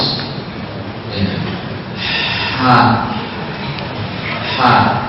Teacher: Yang kedua ha tempat keluarnya dari tenggorokan tengah. · Term: hams